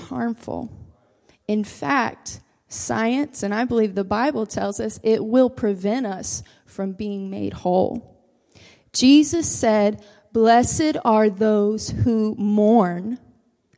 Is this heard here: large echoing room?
yes